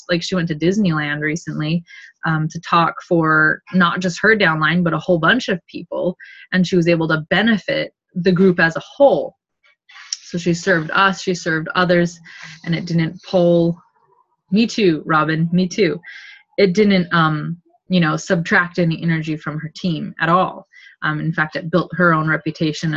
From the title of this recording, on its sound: Second oldest Zoom call we recorded